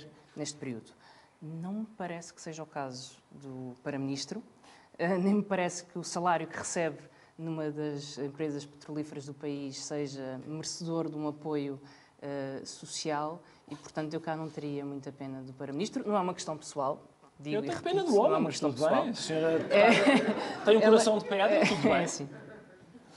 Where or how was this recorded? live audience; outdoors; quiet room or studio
live audience